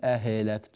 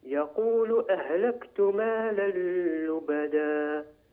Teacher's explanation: يقول أهلكت، لا تقل أهلكت، لا تقلقل الهاء، الهاء ليست من حروف القلقلة · Shown in: second take